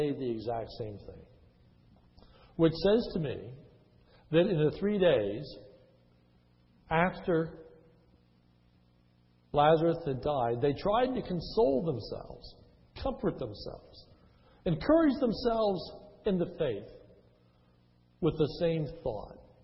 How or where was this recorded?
large echoing room